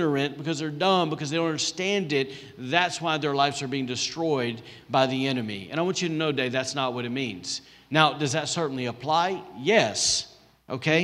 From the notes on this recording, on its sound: recorded on Sunday, September 27, 2020, during service at The Anchor Church in Rockport, Maine